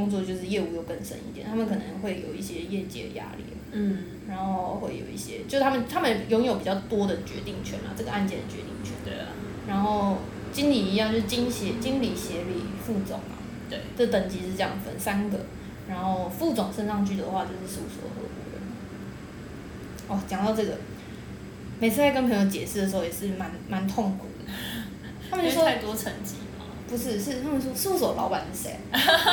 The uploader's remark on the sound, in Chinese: 第一次錄音因為收音問題也讓窗外的朋友們一起加入了！雜音過多時請大家把他們當作大自然的一部份～。